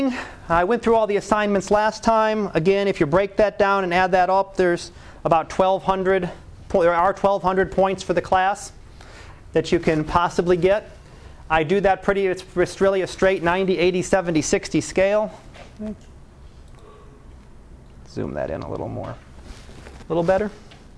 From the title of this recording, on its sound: Live Class Lecture